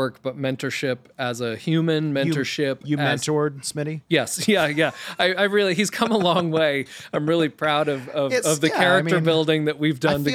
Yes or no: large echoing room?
no